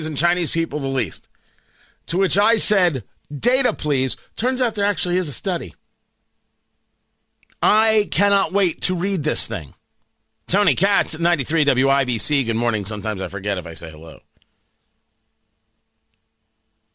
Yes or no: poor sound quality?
no